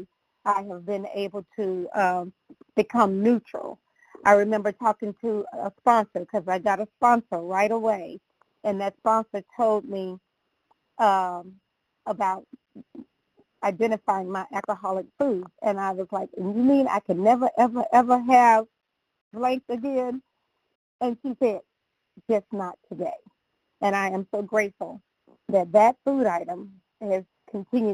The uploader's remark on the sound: 100 Pounders Phone Meeting, 12/15/22